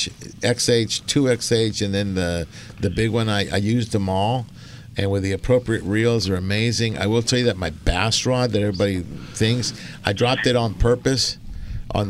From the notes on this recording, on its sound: "LIVE" from Angel Stadium in Anaheim, CA